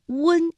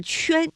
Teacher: 而温呢，口型相对比较的圆润的变化幅度呢也没有那么大。从发音的部位上来说，像圈的这个发音部位，我们今天也讲到了，它主要是舌面和硬腭，是舌面的前部和硬腭形成了阻碍发成的音圈。而混这个字发音部位主要是在舌根和软腭，是舌根后缩和软腭形成阻碍发出的音。我们再从发音方法上来看，这个圈呢